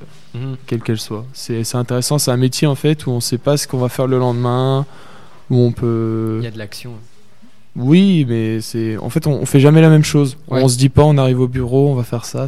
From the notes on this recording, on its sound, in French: Interview réalisée en direct samedi 2 février 2019, lors du Forum de l'orientation du LRB.